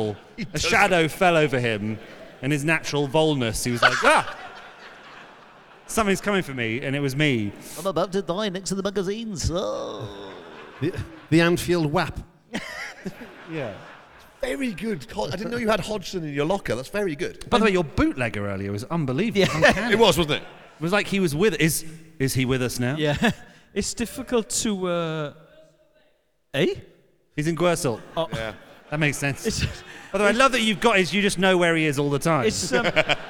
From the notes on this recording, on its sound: THIS WEEK’S SHOW WAS RECORDED LIVE AT THE WILLIAM ASTON HALL, WREXHAM ON SUNDAY NOVEMBER 5th 2023